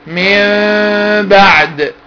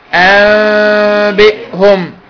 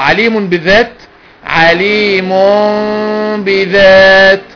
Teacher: أقلب النون ميم مع الغنة، مع إخفائها مع الغنة · Term: إقلاب